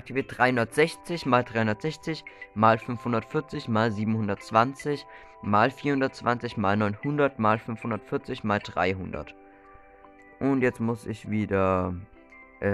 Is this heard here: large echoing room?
no